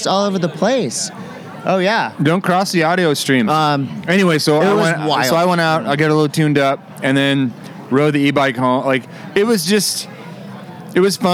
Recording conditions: busy venue